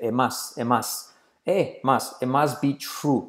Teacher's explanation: No es it, sino it y la T casi no se dice.